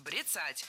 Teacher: Это слово «бряцать», потому что правильно говорить «брецать». Ударение в этом слове ставим на второй слог.